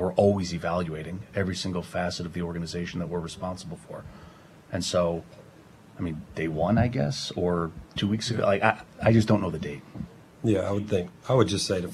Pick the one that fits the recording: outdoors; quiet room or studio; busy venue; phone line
busy venue